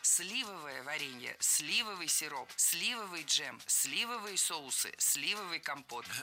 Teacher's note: Сливовое варенье – это ошибка. Ударение в нашем прилагательном должно падать на первый слог.